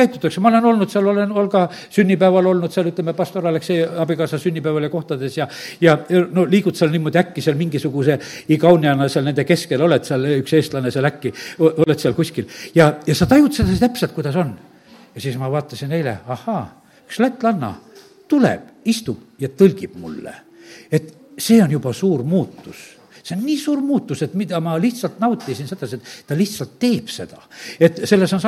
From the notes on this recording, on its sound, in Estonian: Audio salvestus koosolekult